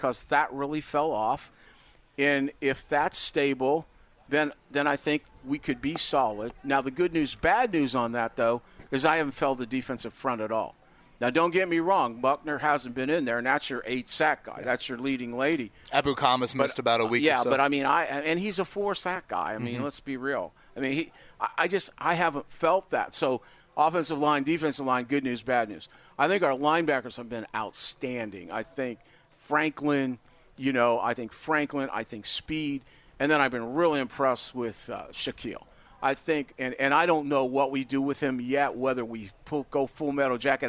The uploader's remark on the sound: joins us live at Colts camp!